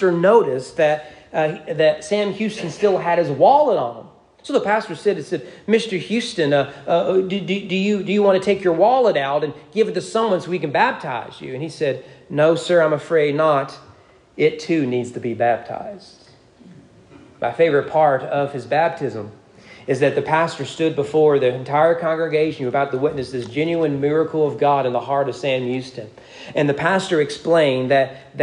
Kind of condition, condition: setting, large echoing room